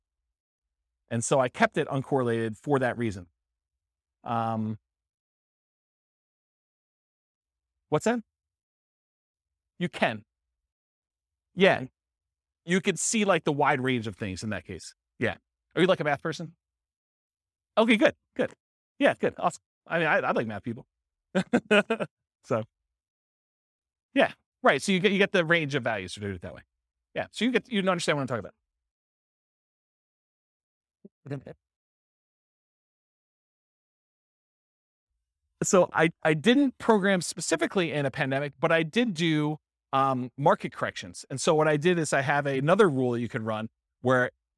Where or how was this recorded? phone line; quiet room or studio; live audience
live audience